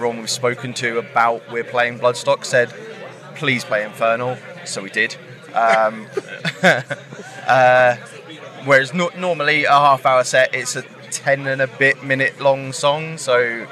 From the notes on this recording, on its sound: From our 'Live from Bloodstock 2023' series.